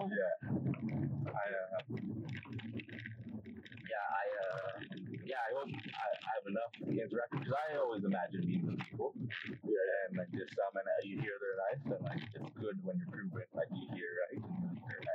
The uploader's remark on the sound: First of all, sorry about the audio.